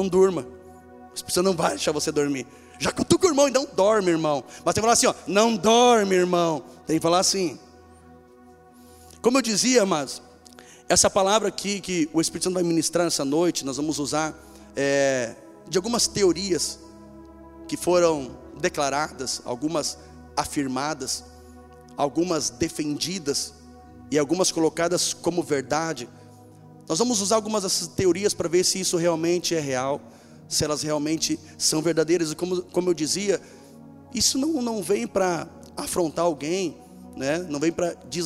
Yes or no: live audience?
yes